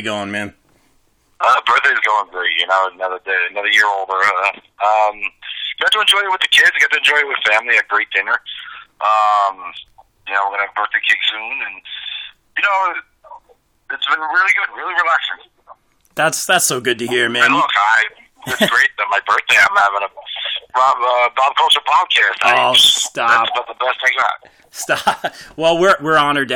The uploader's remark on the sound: The Founders and Directors of Titan Championship Wrestling call into the show